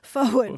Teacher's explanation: there's no R in forward, and if there is, it's optional